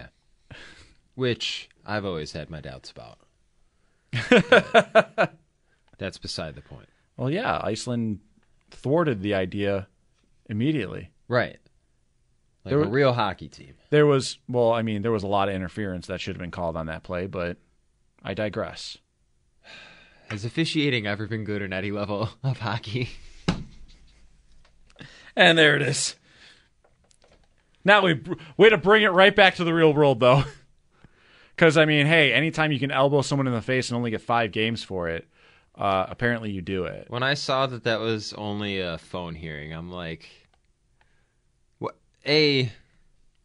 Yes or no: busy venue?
no